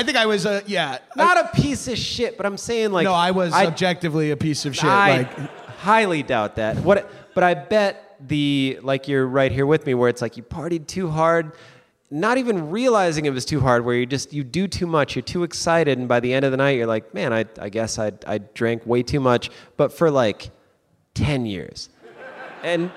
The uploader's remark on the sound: a LIVE taping of High & Mighty in Portland, Oregon